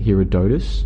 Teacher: I was putting the emphasis on the third syllable, the O. I was calling it Herodotus, and there were a number of people like, oh, ho, ho, it's not pronounced that way, it's pronounced Herodotus.